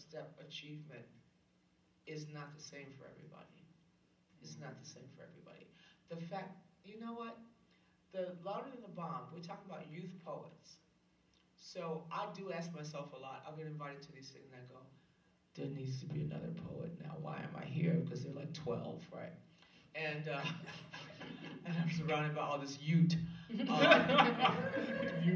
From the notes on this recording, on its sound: Live from Vassar College.